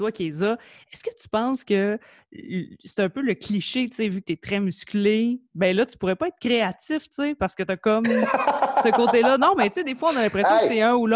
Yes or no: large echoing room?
no